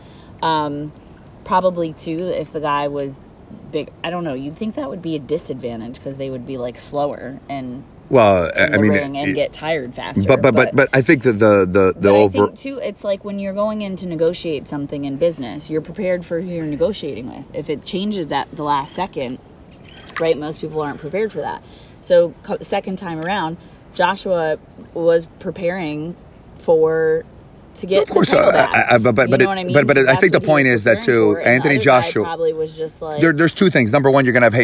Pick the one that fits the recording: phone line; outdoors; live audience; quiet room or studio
outdoors